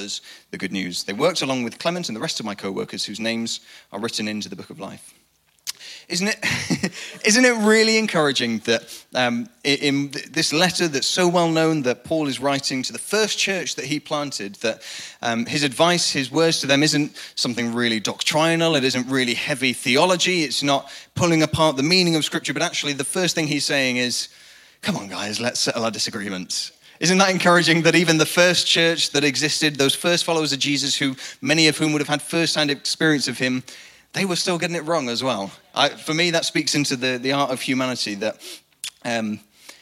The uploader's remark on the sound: Recorded live at the Chesterfield Campus. The message from the evening service.